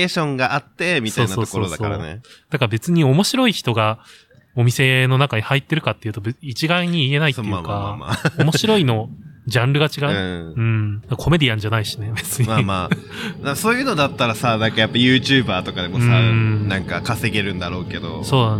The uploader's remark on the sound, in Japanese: 今回は小雨降る多摩川河川敷よりお送りいたします。コロナ禍でソーシャルディスタンスが叫ばれる中、密室を飛び出し野外での収録を行いました。